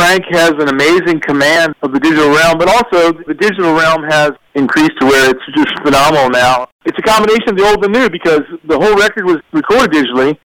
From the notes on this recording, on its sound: This phone interview.